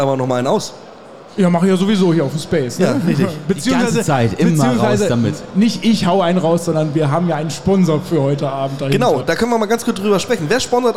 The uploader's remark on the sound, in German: Messe - Tag 5 LIVE. Der Live Podcast von der #CratorStage der ISH 23 Frankfurt.